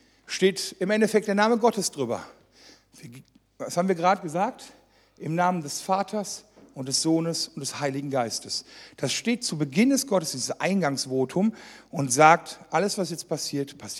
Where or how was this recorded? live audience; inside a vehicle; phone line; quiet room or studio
live audience